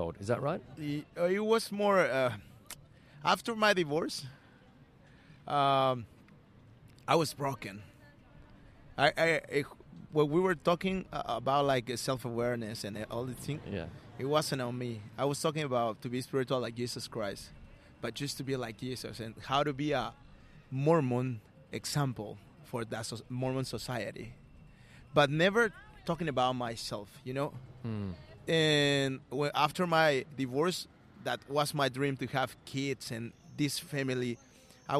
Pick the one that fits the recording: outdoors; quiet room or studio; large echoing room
outdoors